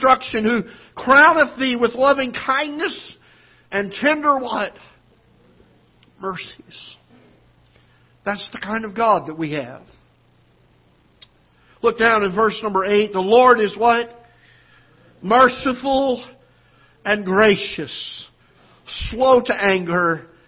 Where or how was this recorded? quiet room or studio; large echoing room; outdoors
large echoing room